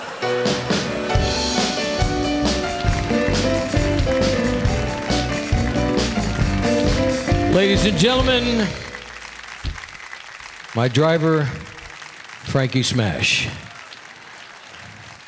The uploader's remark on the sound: Live at the South Point Casino